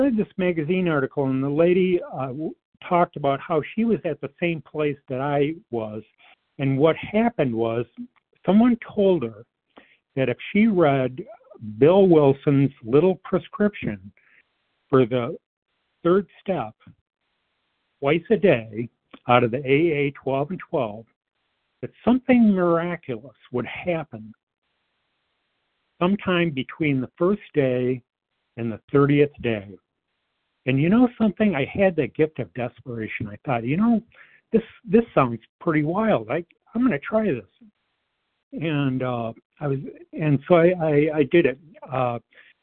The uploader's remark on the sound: 100 Pounders Phone Meeting